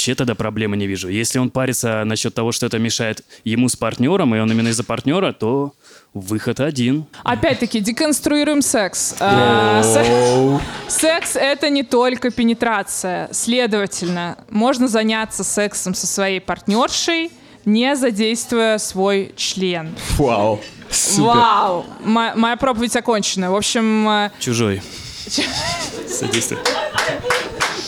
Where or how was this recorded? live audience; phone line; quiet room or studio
live audience